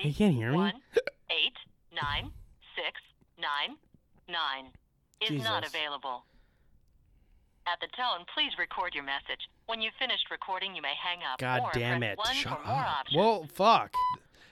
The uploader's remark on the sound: Do a few prank phone calls and get some hilarious reactions!